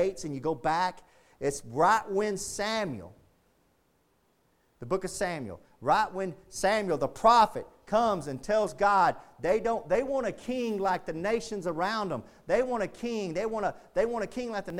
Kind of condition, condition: setting, large echoing room